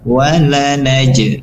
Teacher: Kemudian di lafaz lanaj, lanaj di sini ada qalqalah, jim huruf qalqalah, maka tunaikan pantulannya walaupun tidak terlalu kuat, ya, tapi tunaikan walanaj, walanaj.